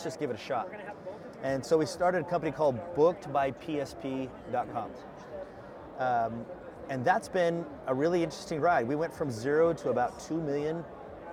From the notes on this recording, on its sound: Sat down with us at Service World.